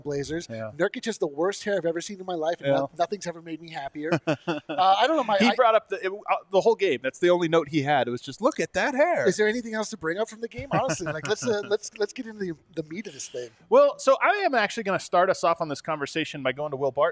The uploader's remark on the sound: Live from the DNVR Bar.